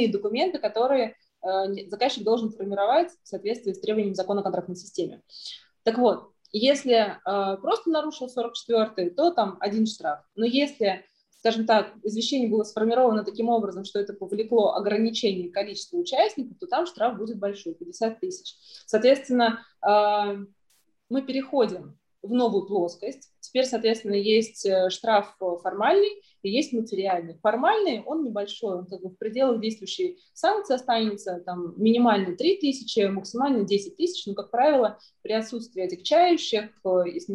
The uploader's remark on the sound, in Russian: Zoom-подкаст